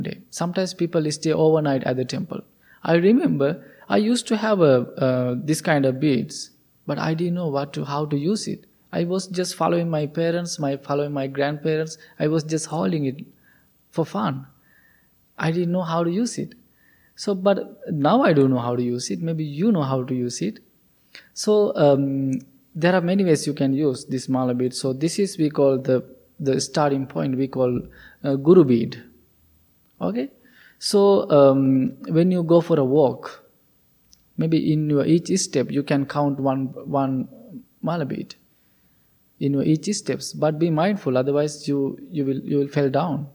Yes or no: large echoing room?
yes